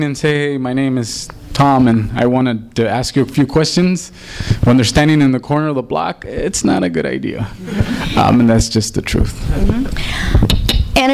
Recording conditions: live audience